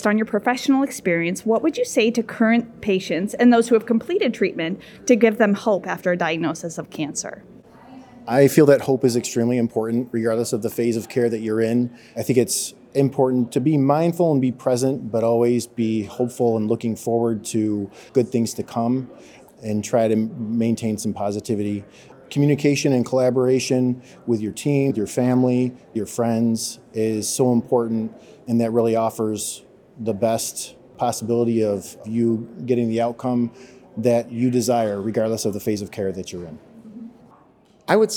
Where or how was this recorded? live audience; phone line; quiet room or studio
live audience